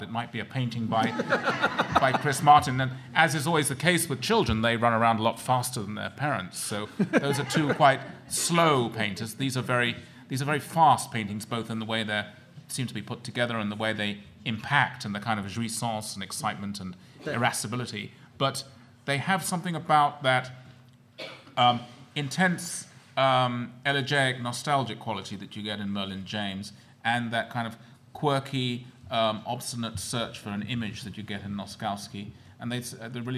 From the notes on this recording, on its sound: February 8, 2008 at the National Academy Museum and School of Fine Arts, New York